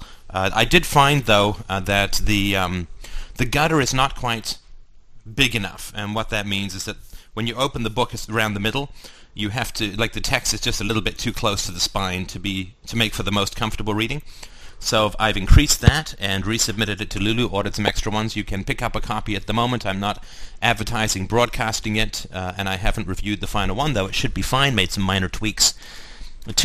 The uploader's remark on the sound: Sunday Call In Show.